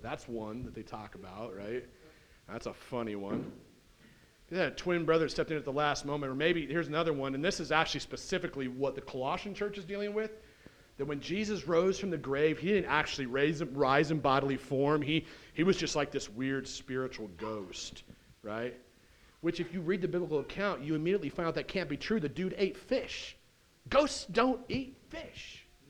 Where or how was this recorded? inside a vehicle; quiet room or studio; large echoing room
large echoing room